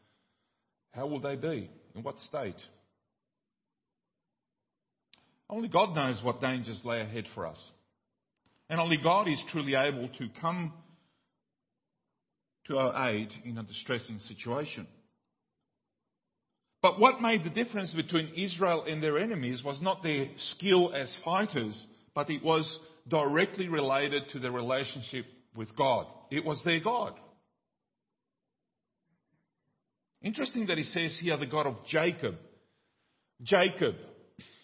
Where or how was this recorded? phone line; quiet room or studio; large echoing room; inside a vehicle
large echoing room